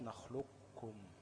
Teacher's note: في المخرج، صح؟ القاف بعدها الكاف على طول في أقصى اللسان · Term: إدغام متقاربين صغير